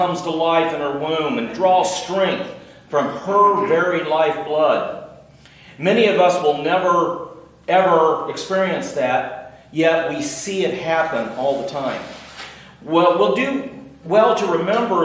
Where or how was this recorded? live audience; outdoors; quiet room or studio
live audience